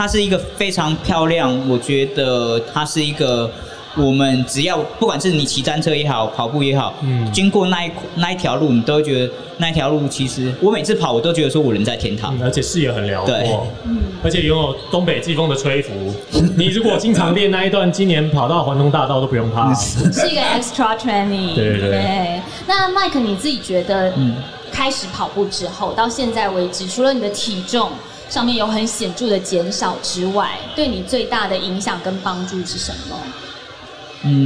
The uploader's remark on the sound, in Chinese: 馬拉松博覽會現場錄音實況。本集為博覽會現場實況錄音，收音效果較以往節目不同。舞台直接架設錄音器材，現場隨機找來賓，不NG完成一集節目。在馬拉松運動博覽會現場的實況錄音，來了許多親朋好友及素未謀面的忠實聽眾。